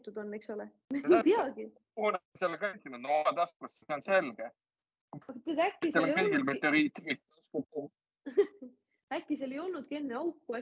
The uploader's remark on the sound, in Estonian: Seekord retrokvaliteediga Zoomi-miniepisood